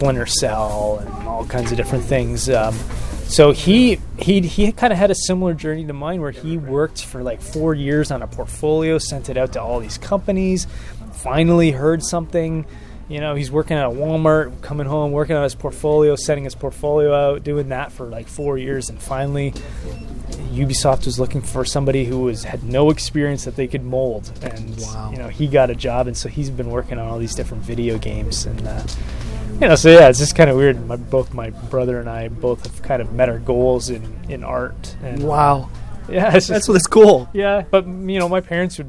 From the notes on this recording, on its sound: at Mike's Comics in Orlando, Florida for Free Comic Book Day